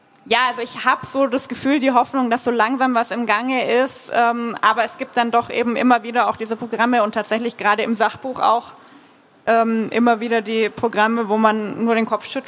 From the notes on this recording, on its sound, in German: Buch Wien - Live! Im Rahmen eines Live-Podcast auf der Buch Wien.